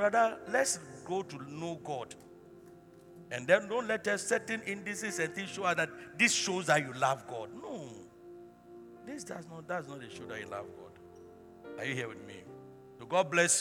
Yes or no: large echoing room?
yes